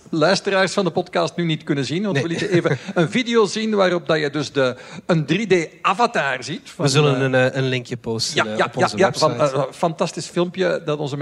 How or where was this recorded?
live audience